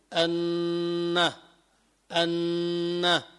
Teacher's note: الغنة هي نون ساكنة تتبع نونا أو ميما، ساكنة أو تنوينا، يعني بعد التنوين أو الميم الساكنة، وهي صوت أغن، يعني بيعمل غنة، بيعمل طنين بالأنف، هذه اسمها الغنة، لا عمل للسان فيه. · مخرجها الخيشوم وهو أقصى الأنف، لذلك لو أمسكت أنفك، لو سكرت أنفك حاولت تجيب الغنة ما بتقدر، يعني لو بدك تقول أن أن ألا تشعر بطنين داخل أنفك؟ تشعر بطنين داخل الأنف